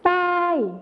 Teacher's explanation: ในภาษาไทยมาตรฐานก็จะใช้ชอช้างเหมือนกันนะครับและส่วนในภาษาไทยถิ่นอีสานนะครับก็จะใช้ซอโซ่นั่นเองครับ